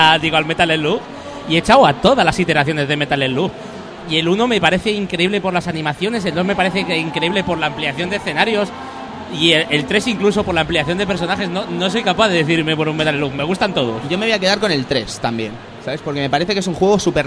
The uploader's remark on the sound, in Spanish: Probamos el sonido del stand del Salon del Manga